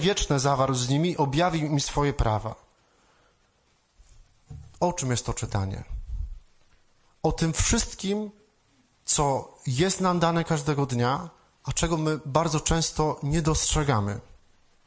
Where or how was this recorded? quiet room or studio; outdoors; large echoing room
large echoing room